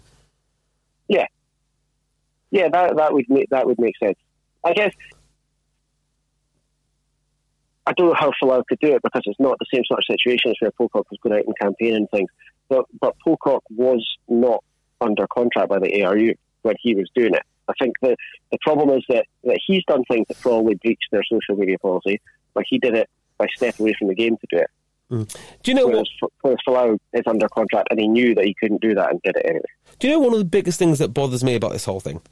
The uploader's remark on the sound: Listeners call in to talk about rugby.